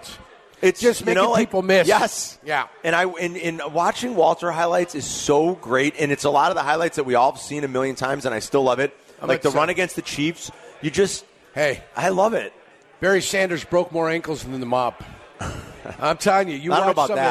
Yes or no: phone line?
no